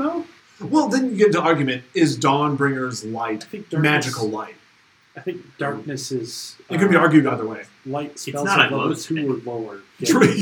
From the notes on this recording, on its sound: The auido quality wasn't all that great with this one. Who just happened to be at his house while we recorded there.